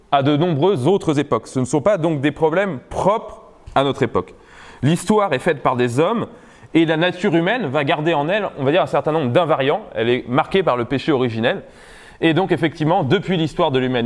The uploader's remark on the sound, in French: Conférence introductive de l'université d'été Academia Christiana 2017 sur la reconquête.